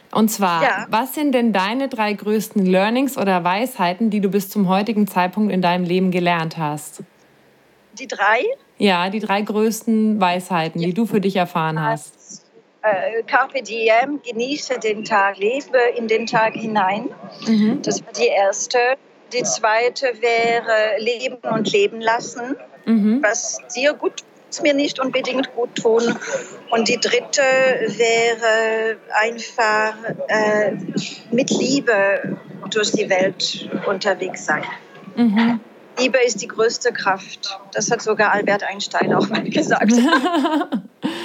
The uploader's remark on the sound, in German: Befindet sich zum Zeitpunkt des Interviews auf Djerba in einem Café - bitte verzeihe uns die Hintergrundgeräusche, mit dem Internet ist es in Djerba nicht ganz so einfach.